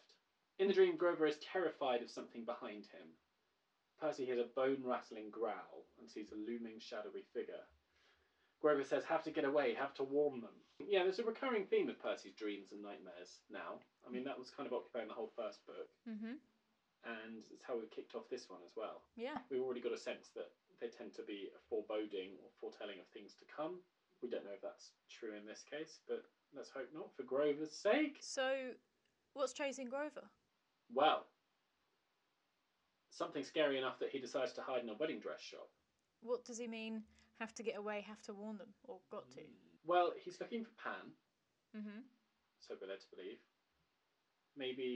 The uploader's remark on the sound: Apologies for the audio quality of this episode. Recording corrupted so we've done our best to salvage it.